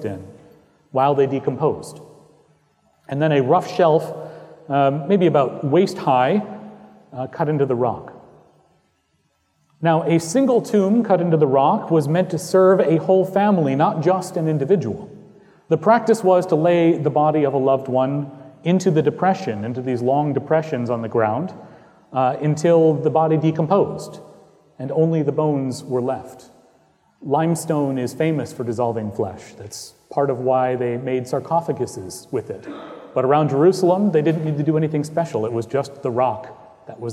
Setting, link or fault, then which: setting, large echoing room